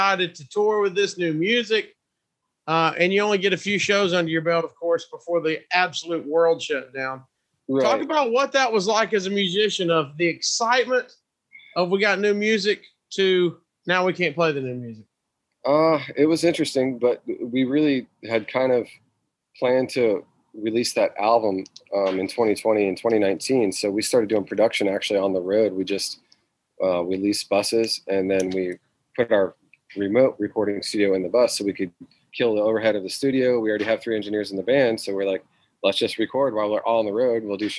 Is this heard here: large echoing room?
no